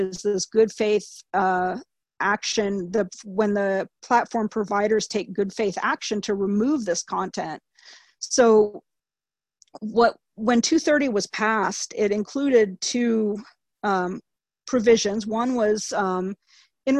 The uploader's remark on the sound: Please note that the audio was recorded over a Zoom webinar and may have some playback issues.